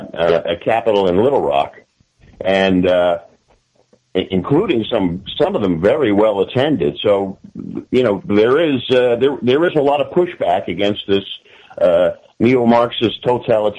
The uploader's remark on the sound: For a short half hour, cut shut further by some technical difficulties getting the call connected.